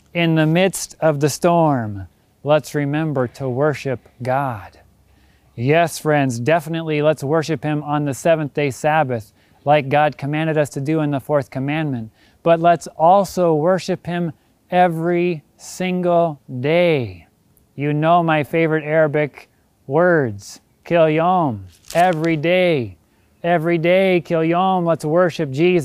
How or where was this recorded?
large echoing room